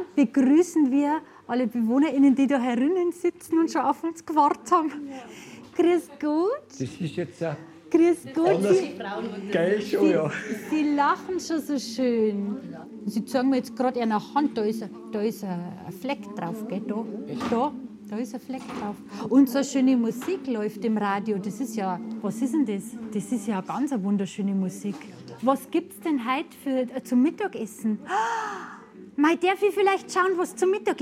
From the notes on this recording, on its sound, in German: Live vor Ort. Zu ihrem Besuch im Caritas Altenheim St.